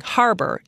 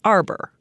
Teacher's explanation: the most common feature used was H deletion. So instead of saying harbor, you say arbor. · Shown in: second take